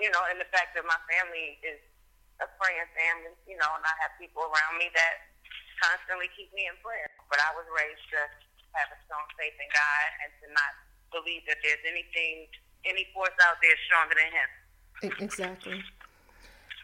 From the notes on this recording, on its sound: Chats on the phone.